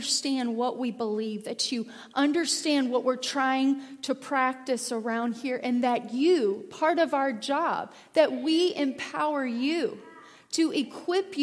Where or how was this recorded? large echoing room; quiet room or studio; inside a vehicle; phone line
large echoing room